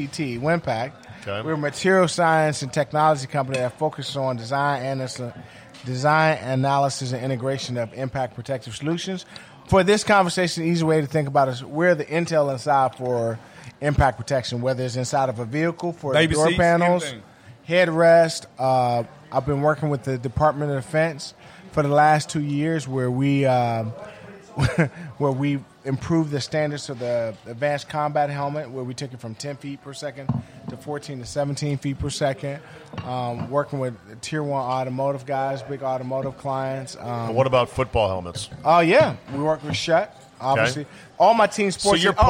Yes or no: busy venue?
yes